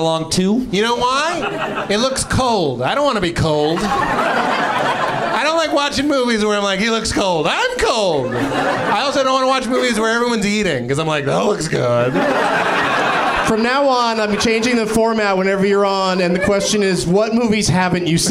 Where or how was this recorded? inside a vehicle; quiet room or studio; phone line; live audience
live audience